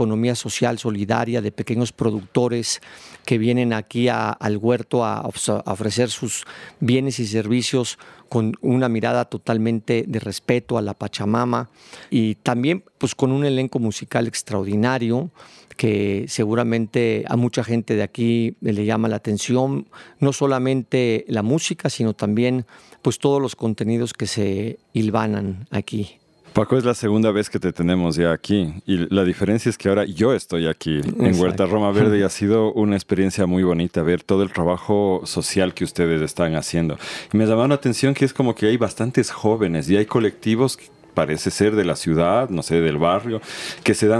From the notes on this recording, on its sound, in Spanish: Notas regenerativas desde el Festival FAMA.